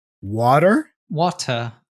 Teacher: in standard British English, the tendency is to pronounce the T as a true T more often, rather than the D or the flap D or flap T that we have in American English, the da-da-da-da sound.